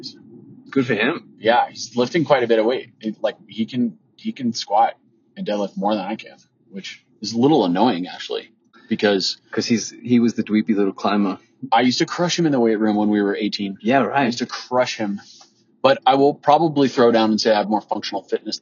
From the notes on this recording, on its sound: It is technically a CARPOD, as we are driving to Steamboat, Colorado